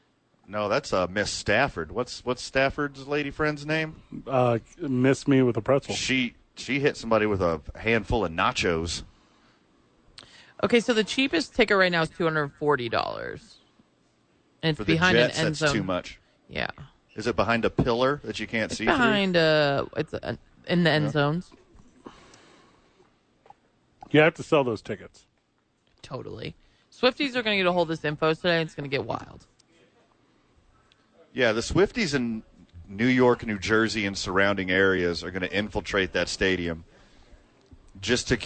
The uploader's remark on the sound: live from The YMCA.